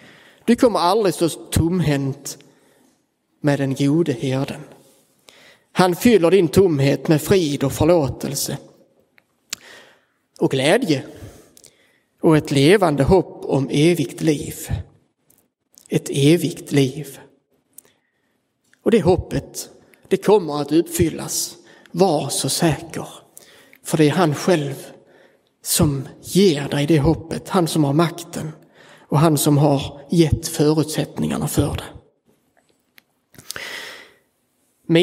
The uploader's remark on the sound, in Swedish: Inspelad i Roseniuskyrkan den 23 april 2023